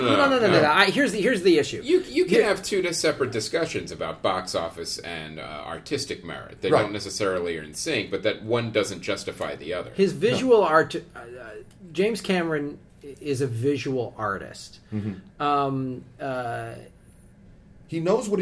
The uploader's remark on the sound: LIVE FROM COMIC-CON!